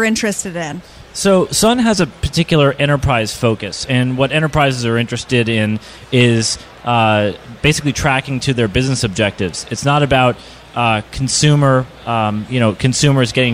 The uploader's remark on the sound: LIVE from the Webmasterradio booth during ad:tech San Francisco